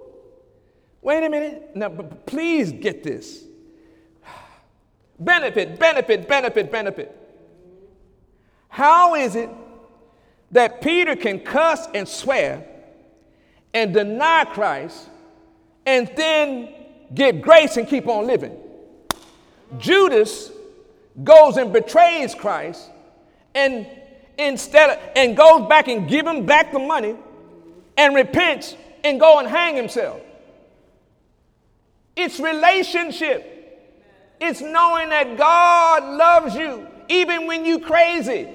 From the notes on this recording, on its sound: During Sunday morning service